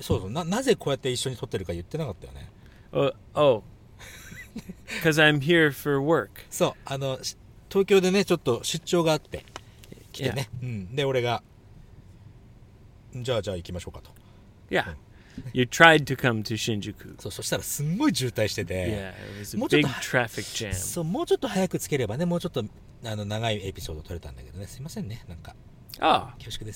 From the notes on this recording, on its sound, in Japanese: GoGo号の中で録音をしたのであります